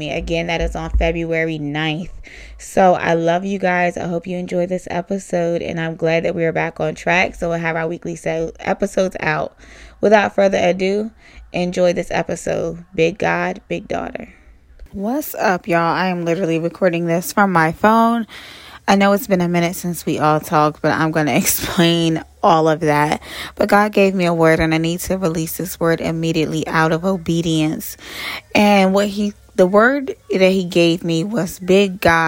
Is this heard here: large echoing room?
no